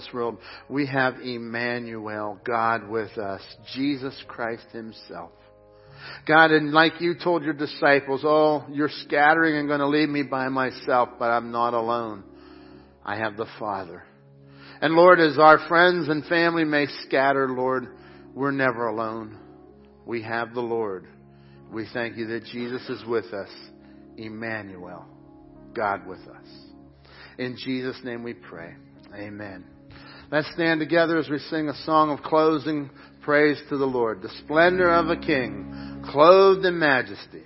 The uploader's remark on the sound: Crossroad Ministries Live Service